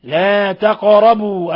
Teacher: القاف ساكنة قلقل لأنها من حروف القلقلة، من حروف قطب جد.